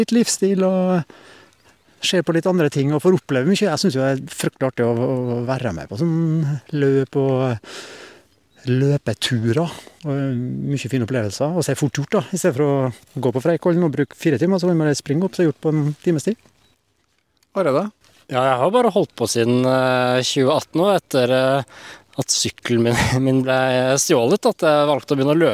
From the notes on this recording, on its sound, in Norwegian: Halvmaraton med bølgeskvulp i Kristiansund. Sommerradioens utsendte påtraff to løpeglade fra Norodd som var ute og gjorde klar løypene.